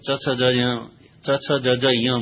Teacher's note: तालु से जब वो जीभ टक्कर लेगी तब च छ ज ञ बोला जाएगा